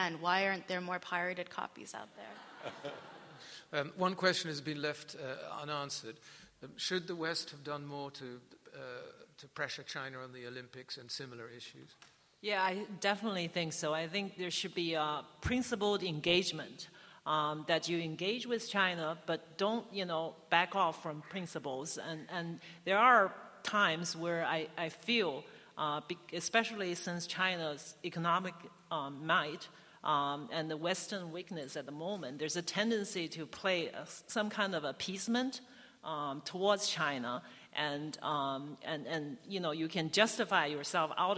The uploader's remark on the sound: Spoke at the PEN World Voices Festival of International Literature. At the Great Hall at Cooper Union.